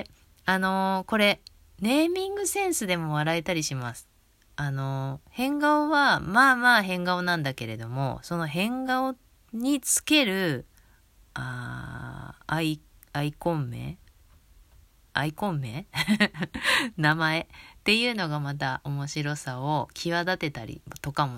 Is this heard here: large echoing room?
no